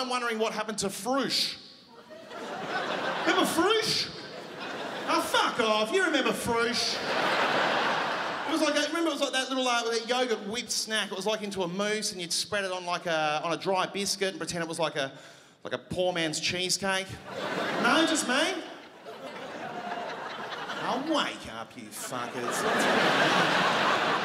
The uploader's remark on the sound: Recorded on Wednesday 29 March 2017 at The Regent Theatre for ABC. At The Regent Theatre for ABC, officially kicking off the 2017 Melbourne International Comedy Festival - the Opening Night Comedy Allstars Supershow.